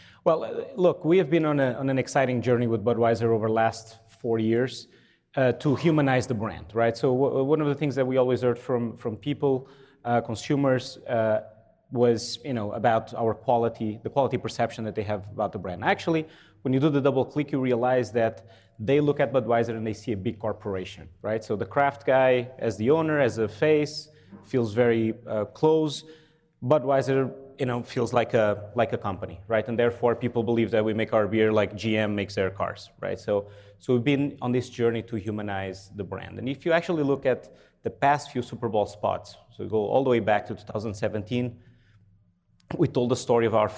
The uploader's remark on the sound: Joining this panel discussion which was recorded in front of a live audience is Harvard Business School's.